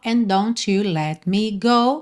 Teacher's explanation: Então, and com don't, você junta num D só.